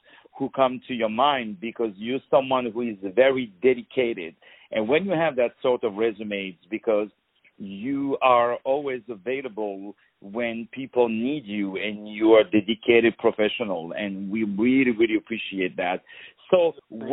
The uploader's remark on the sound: On the phone